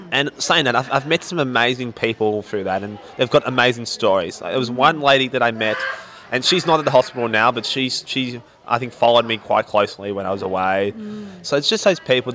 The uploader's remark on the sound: On an excursion to the Special Olympics Victorian State Games with her roving podcast mic. Went on an excursion to the Special Olympics Victorian State Games with her roving podcast mic.